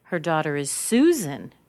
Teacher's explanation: Susan, even higher. And notice I'm stressing the Sue part because that's where the stress is.